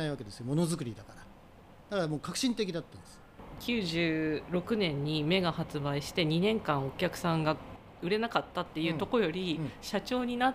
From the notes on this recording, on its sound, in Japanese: 収録環境により外部音が入っております。ご了承ください。